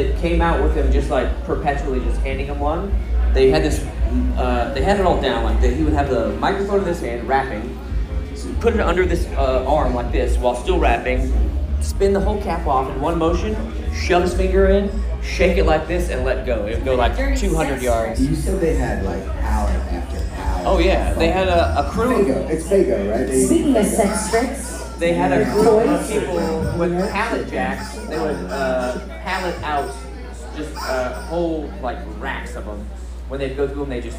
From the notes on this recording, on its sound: For the first time in the history of the pod, the gang records live in front of an audience of tens at …’s Banditos bar in Mexico.